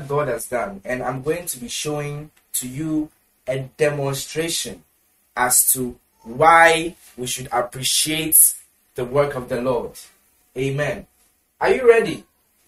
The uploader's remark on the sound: Preached at the The Prophetic Encounter Service, Accra, Ghana.